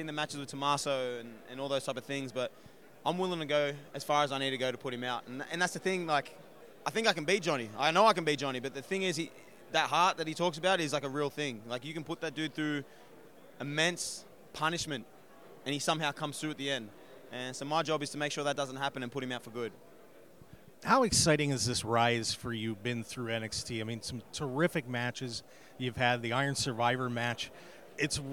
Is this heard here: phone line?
no